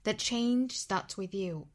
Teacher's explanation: that 尾部的 t 省掉 that 弱读成 the